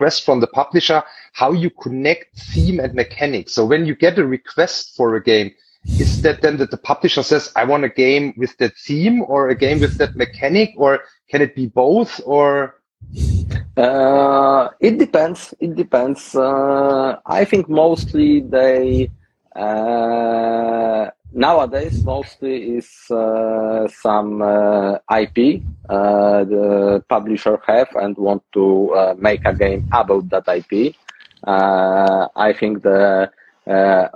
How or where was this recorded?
video call